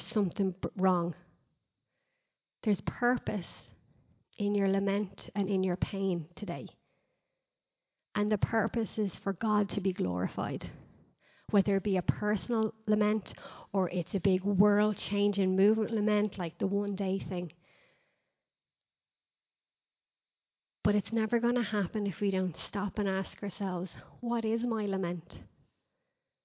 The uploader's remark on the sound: Recorded live in Liberty Church in 2019